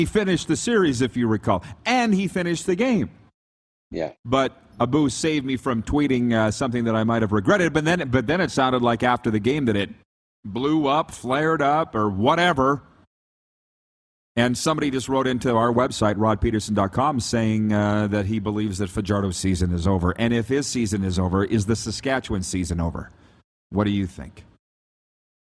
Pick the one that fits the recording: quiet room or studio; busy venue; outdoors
busy venue